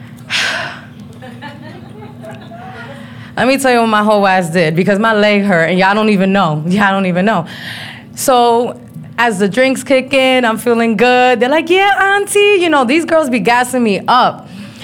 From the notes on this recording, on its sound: Tacos Tequila & Trivia Live Show. It's my very first solo live show and also trivia night! Location: Novelty at 101 Orlando FL.